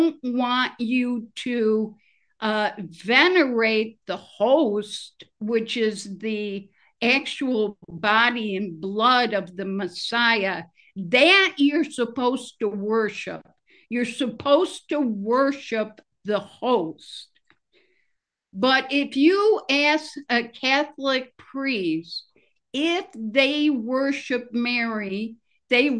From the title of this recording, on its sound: Oceanside Zoom Class